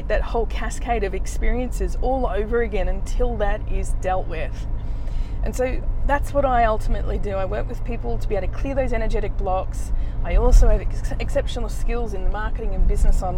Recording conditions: inside a vehicle